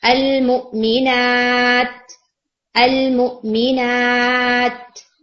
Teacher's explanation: پہلے آواز کے نا اسٹاپ ہونے کی آواز آتی ہے، کہ آواز جیسے آپ نے روک دی ہے